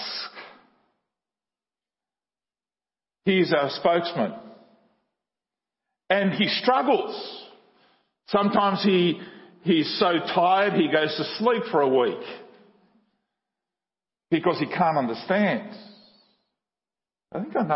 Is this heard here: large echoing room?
yes